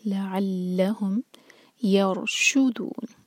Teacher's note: رو ساکن ہیوی، منہ بھر کر پڑھیں گے، اس کے بعد شین پر زور دیا جائے گا.